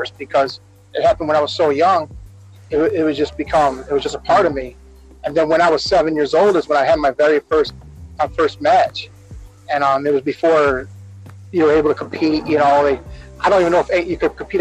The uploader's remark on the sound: audio improves at 1:30